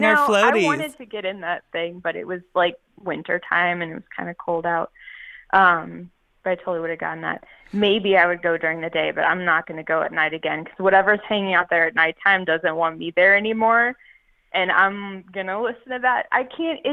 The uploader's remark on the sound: chats on the phone with four more listeners